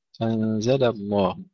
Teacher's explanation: بئس ما اشتروا أنزل الله، أيضا هنا يكثر الخطأ، أنزل الله، أنزل، نفخمون اللام. المفروض أن نرقق اللام في كلمة أنزل ونفخمها في لفظ الجلالة